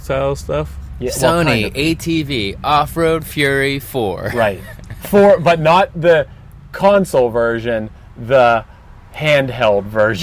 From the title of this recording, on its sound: Hanging In The Van